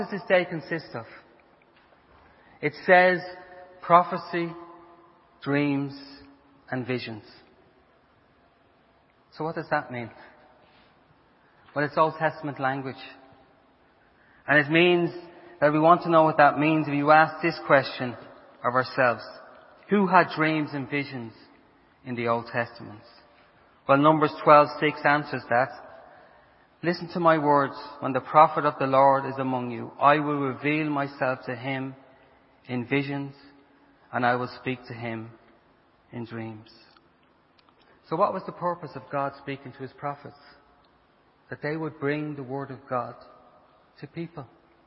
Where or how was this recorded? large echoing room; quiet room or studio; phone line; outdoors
large echoing room